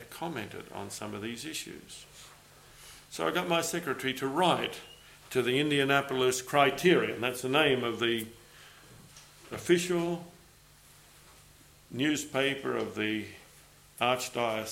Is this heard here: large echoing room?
yes